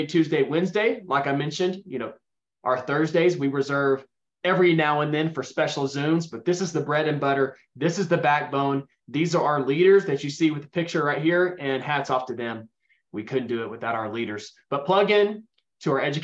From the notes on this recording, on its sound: Welcome to another Special Zoom session